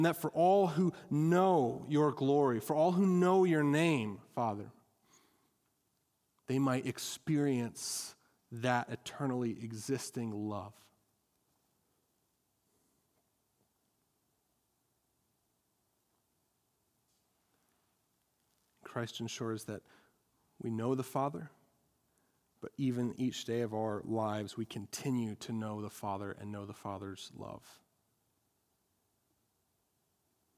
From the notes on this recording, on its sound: At Our Saviour Evangelical Free Church in Wheeling, Illinois.